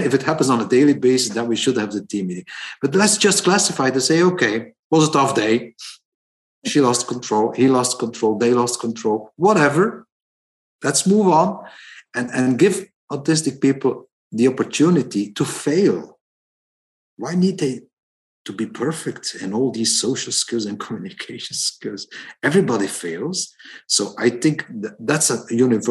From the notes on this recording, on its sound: recording from the " On The Spectrum " webinar series in 2021